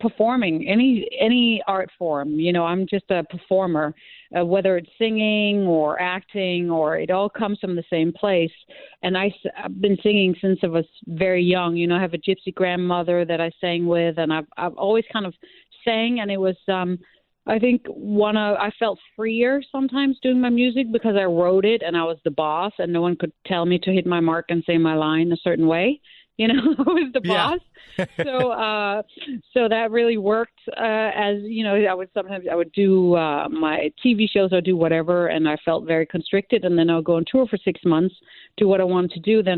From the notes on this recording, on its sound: called in to chat